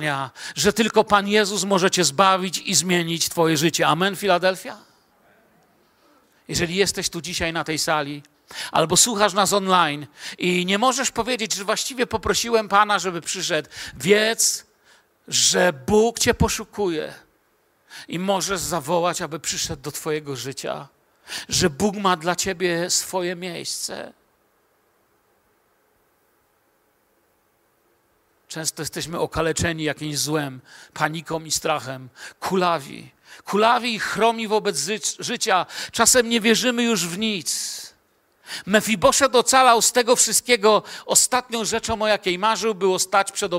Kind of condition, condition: setting, large echoing room